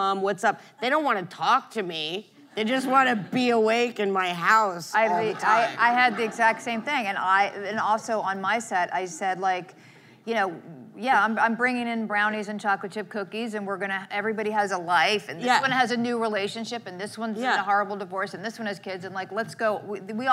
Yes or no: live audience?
yes